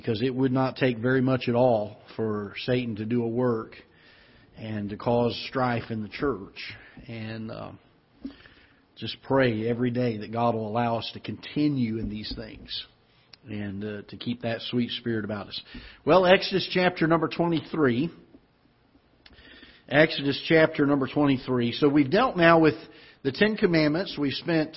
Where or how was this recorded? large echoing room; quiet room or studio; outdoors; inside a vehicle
large echoing room